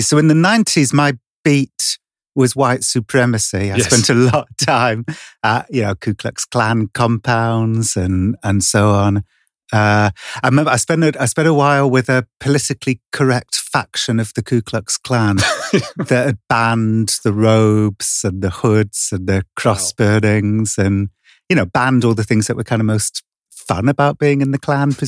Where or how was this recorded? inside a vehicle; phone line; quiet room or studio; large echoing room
quiet room or studio